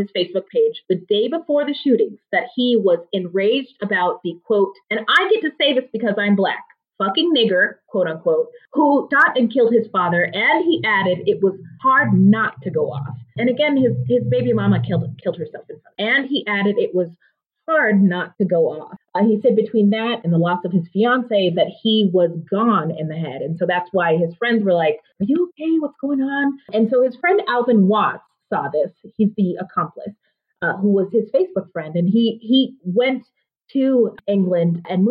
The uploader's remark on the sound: we were still working on some sound issues when we recorded this episode, so the sound quality is not great